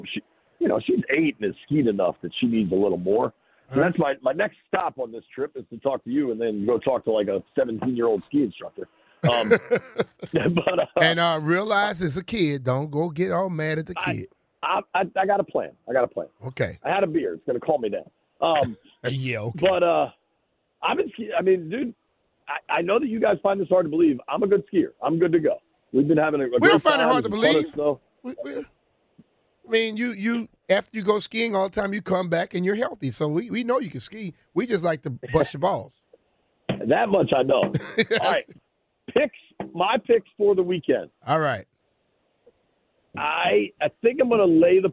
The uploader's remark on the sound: Calls In Live From The Slopes.